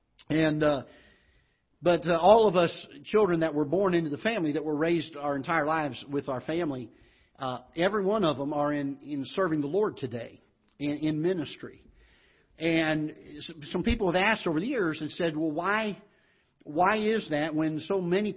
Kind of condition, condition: setting, large echoing room